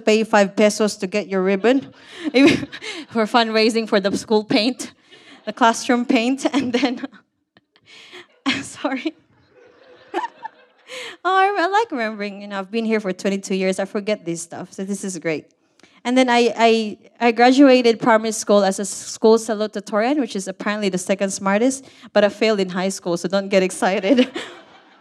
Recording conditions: live audience